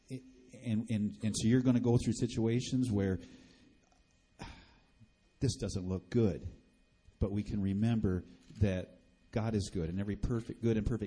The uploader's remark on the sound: Recorded live at Bethany Bible Church.